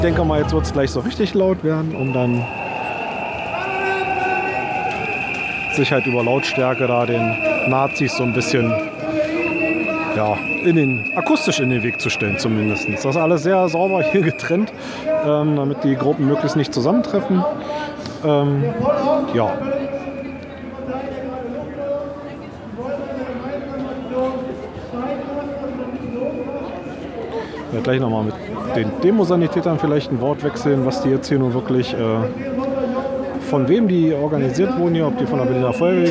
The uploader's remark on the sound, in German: Ich war im März mit meinem großen Sohn auf einer Demonstration gegen einen Naziaufmarsch in Berlin und hatte mein Aufnahmegerät dabei.